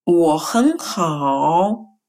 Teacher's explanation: слова я wo и слово очень хэн мы произносим вторым тоном, и только последнее слово хао хороший мы произносим третьим тоном